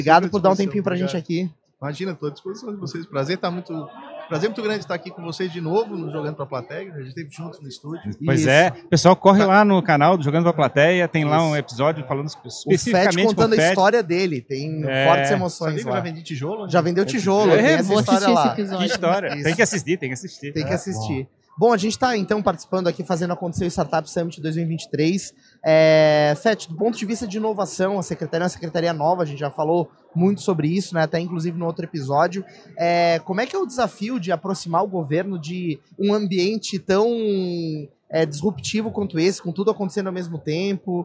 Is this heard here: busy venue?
yes